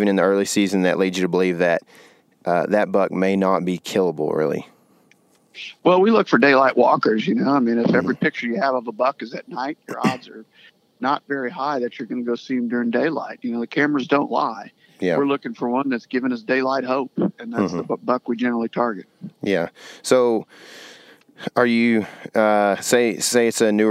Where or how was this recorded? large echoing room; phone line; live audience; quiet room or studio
phone line